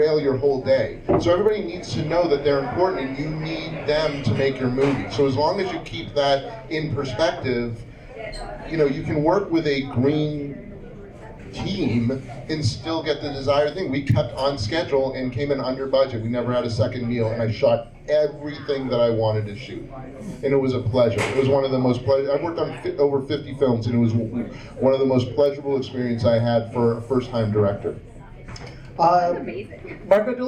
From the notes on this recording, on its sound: This episode of the podcast was recorded live at Orleans Restaurant in Davis Square as part of the 44th Annual Boston SciFi Film Festival.